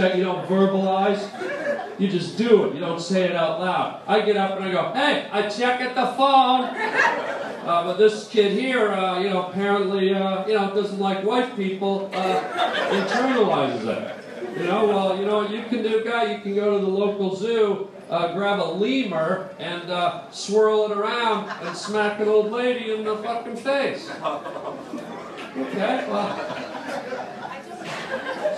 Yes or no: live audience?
yes